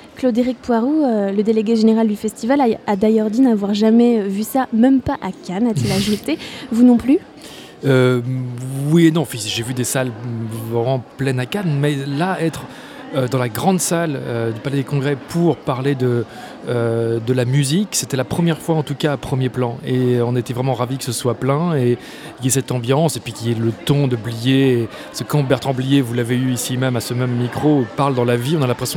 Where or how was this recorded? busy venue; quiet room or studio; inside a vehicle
busy venue